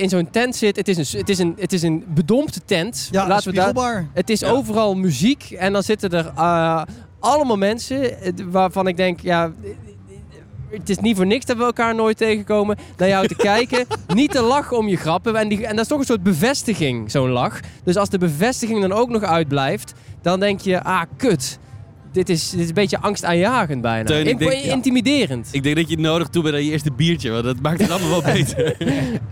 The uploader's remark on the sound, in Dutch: Een bijzondere aflevering, opgenomen in de backstage van de Zwarte Cross 2023 met de comedians die speelden in De Schaterbar.